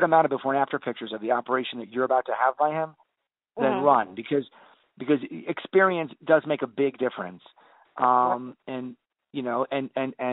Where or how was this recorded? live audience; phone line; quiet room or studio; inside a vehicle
phone line